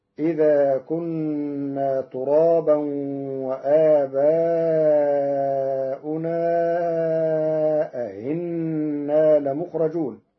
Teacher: قرأ ورش كلمتي أإذا أئنا بالإخبار في الموضع الأول وبالاستفهام في الموضع الثاني مع تسهيل الهمزة الثانية بين فتصير إذا كنا ترابا وآباؤنا أهنا لمخرجون.